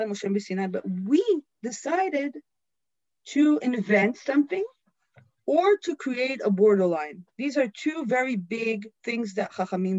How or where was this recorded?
video call